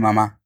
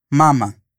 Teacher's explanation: yo dije todas las veces mamá, con la sílaba fuerte al final · Shown in: first take